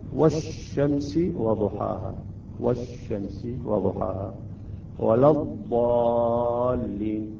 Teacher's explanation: هذه الأربعة عشر حرف هي حروف الإدغام، والإدغام يكون بدون غنة، هنا ليس من أحكام النون الساكنة أو اللام ليست فيها صفة الغنة، هنا الإدغام يكون بدون غنة فقط، تحذف اللام عند الإدغام، اللام تحذف بالكامل وتكون من جنس الحرف الثاني